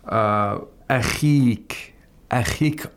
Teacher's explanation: the kha has tafkhim, but the tafkhim is very low because of the ya'ul mad that it has